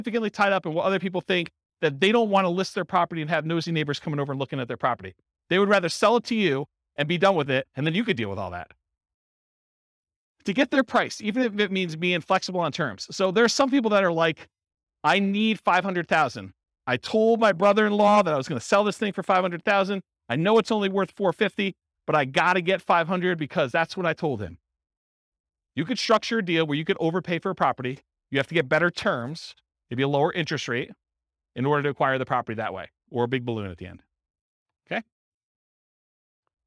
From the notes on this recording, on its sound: This was a live class recorded